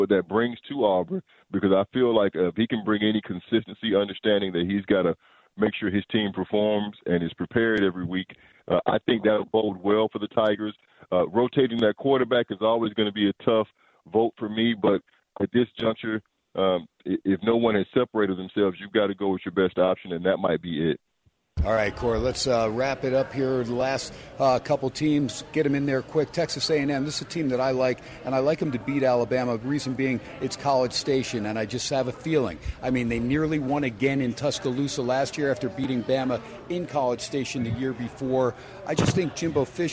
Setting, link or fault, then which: setting, busy venue